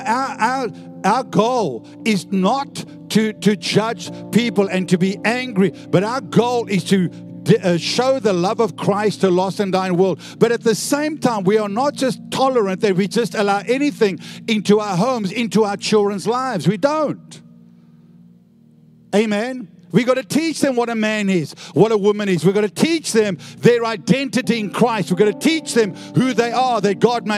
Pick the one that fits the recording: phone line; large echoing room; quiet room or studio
large echoing room